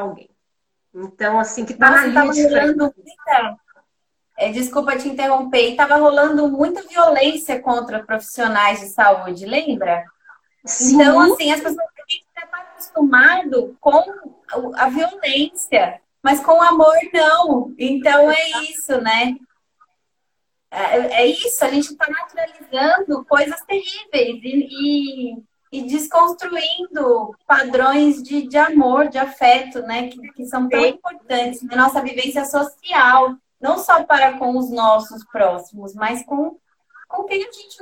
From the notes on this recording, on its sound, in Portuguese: Live ocorrida no Instagram